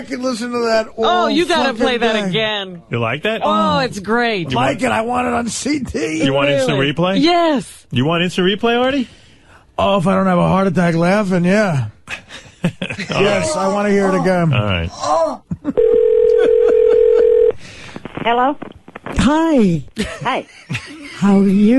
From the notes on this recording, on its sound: Prank Phone Calls